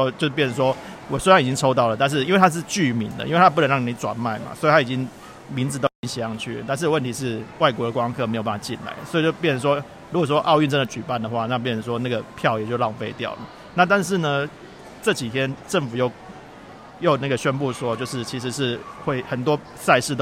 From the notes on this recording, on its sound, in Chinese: 在台場現場收音